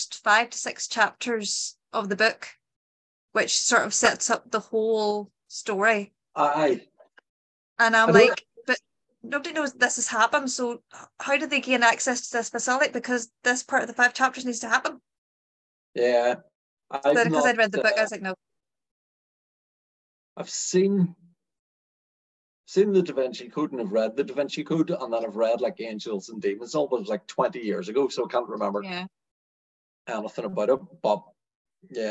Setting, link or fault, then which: link, video call